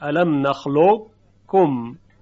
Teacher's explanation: اما مخرج قاف دیگه تلفظ نمیشه، یعنی زبان در مخرج قاف قرار نمیگیره و قافی تلفظ نمیشه، به جای اون کاف مشدد گفته میشه، منتها اون صدای درشت قبل از تلفظ کاف شنیده میشه، الم نخلق کم.